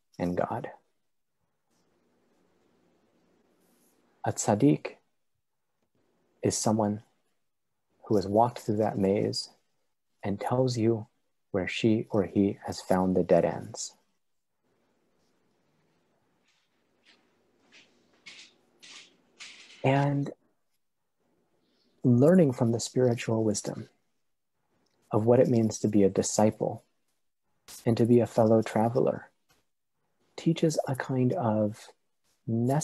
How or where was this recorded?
video call